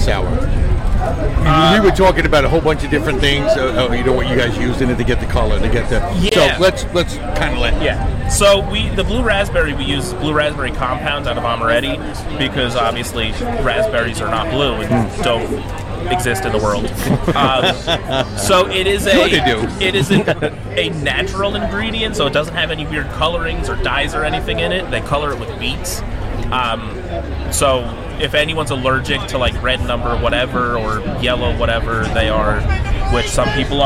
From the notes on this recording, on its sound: LIVE AC Beerfest. Music and liquid flowing all day.